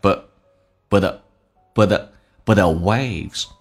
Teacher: T 不发音，但是气流要阻塞一下，因为前面是一个元音